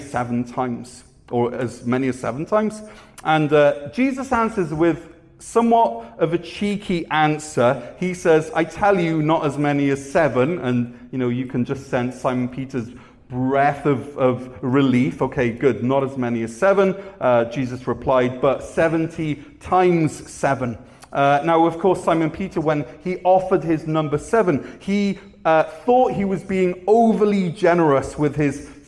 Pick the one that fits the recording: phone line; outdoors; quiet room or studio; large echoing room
large echoing room